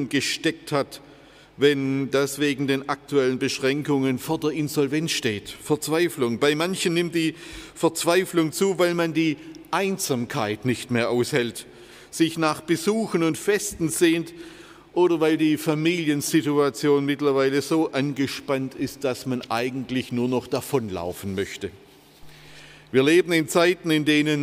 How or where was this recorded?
large echoing room